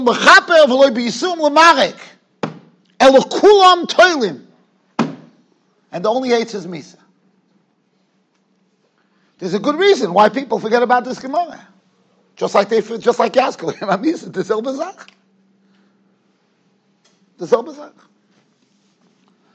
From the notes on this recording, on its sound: Shiur recorded in Yeshivas Ohr Reuven, Monsey, NY.